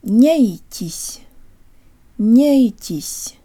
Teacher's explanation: Notice that the N seems to have a Y sound built in, the T is pronounced with more air than we would use in English, and the Y sounds like an E-flavored schwa.